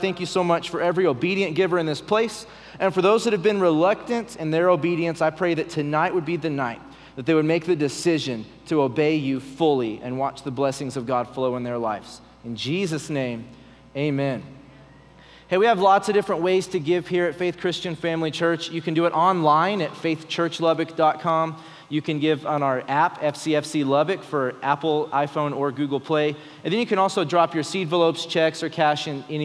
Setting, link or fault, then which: setting, large echoing room